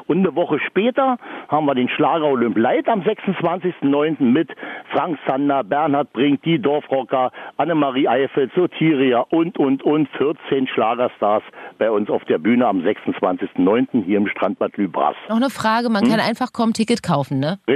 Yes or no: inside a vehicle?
no